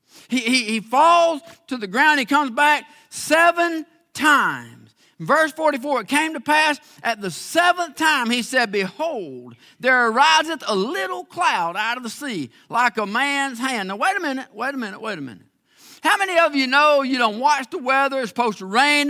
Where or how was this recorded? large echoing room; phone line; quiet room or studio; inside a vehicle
large echoing room